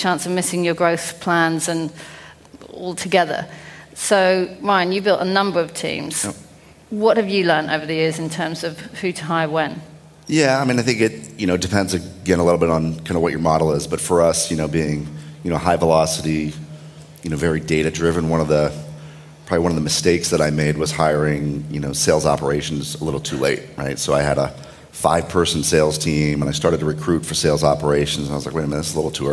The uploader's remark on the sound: a panel discussion held at SaaStock 16